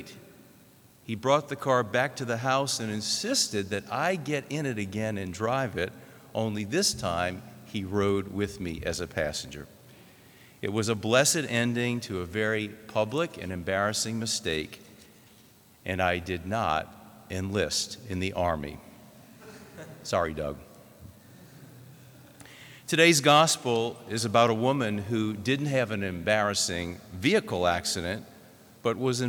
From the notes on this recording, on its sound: This homily was preached in the Notre Dame Seminary chapel